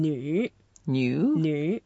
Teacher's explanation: It's the third tone, so we go down and up.